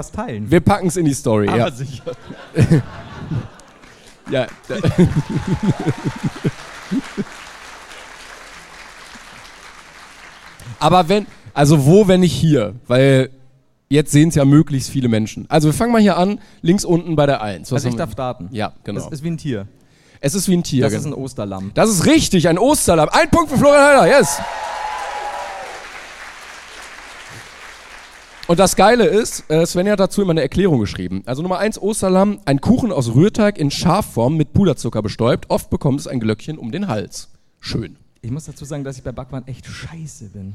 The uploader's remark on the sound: LIVE in Leipzig